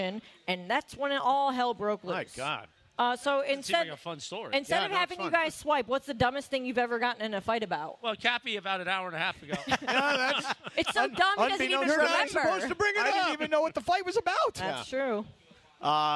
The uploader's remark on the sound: LIVE From The 909 Sports Bar at Yaamava!